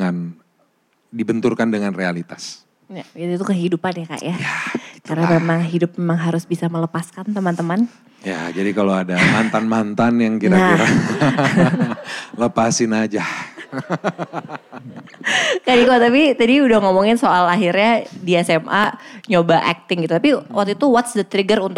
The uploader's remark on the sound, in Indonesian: Live On Stage di Malang